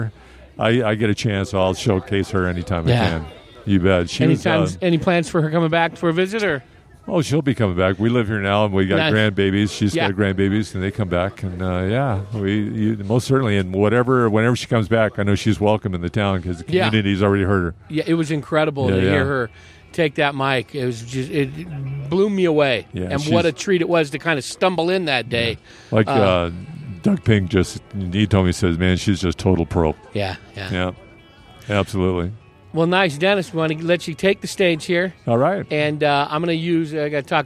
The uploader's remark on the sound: Recorded on the patio at Big Daddy E’s BBQ. This episode was recorded at Big Daddy E’s BBQ & Catering.